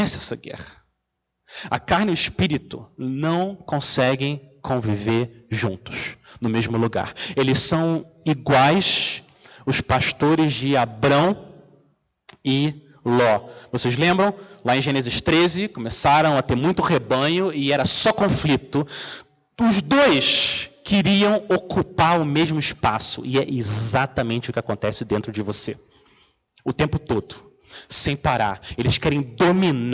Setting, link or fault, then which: setting, large echoing room